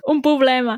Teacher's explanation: algun cop li treus la R i dius problema